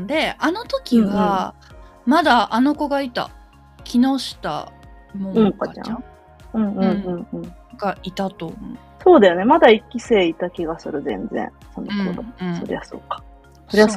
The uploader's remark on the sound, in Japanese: マイクをミスって音質悪めです、ごめんなさい！